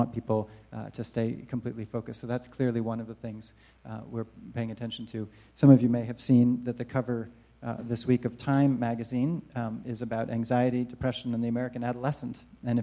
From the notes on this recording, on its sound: Recorded live at the recent relaunch of Born Digital: How Children Grow Up in a Digital Age. Moderate an open forum with local students.